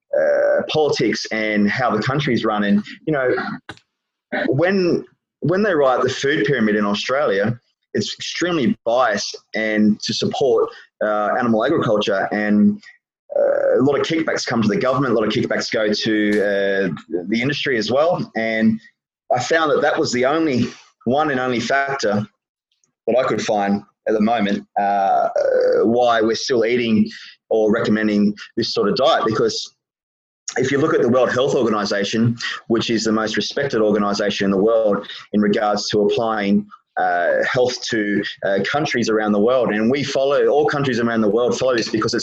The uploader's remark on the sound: over a zoom call